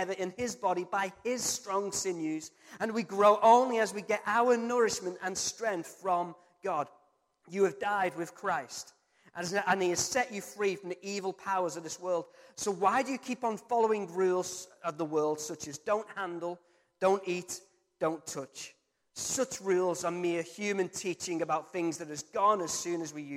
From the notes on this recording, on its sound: Recorded from our Sunday morning service 02-07-23